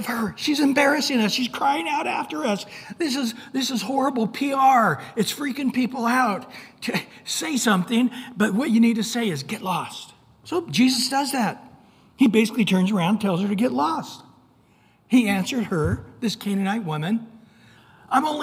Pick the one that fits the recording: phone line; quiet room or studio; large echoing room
large echoing room